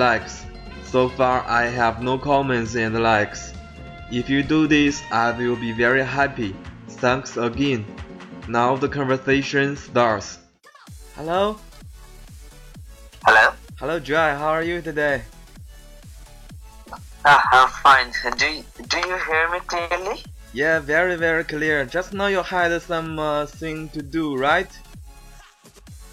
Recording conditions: video call